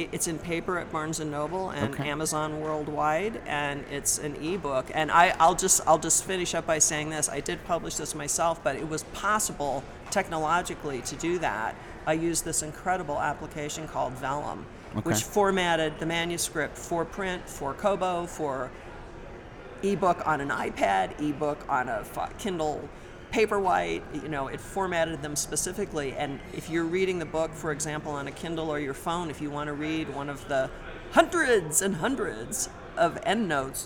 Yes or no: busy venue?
yes